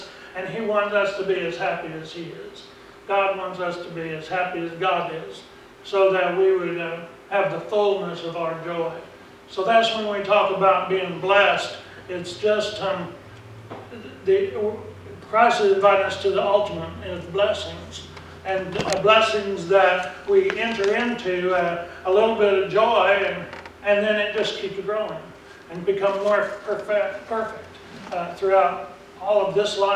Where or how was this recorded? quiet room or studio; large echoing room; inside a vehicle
large echoing room